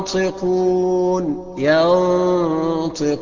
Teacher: الغنة مفخمة شوية عشان بعد منها الايه؟ الطاء. ينطقون، الخطأ فيها ينطقون، الصح فيها ينطقون.